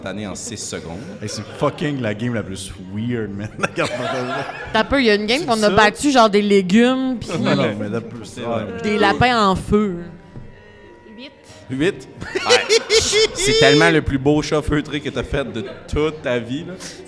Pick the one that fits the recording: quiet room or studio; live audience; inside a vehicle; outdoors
live audience